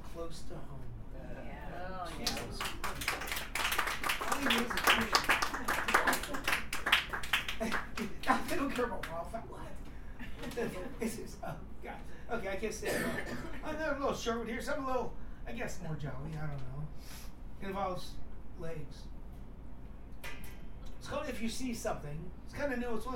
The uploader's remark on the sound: at the Poets Speak Loud poetry and spoken word open mic on January 28, 2019, at McGeary's in Albany, NY